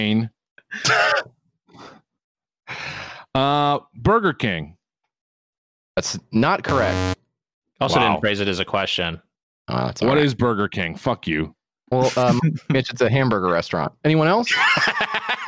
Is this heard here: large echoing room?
no